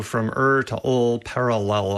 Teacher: Parallel's interesting because it's got two sounds that are very close, the er and the ul. And these sounds are so similar that in many languages they don't distinguish them at all.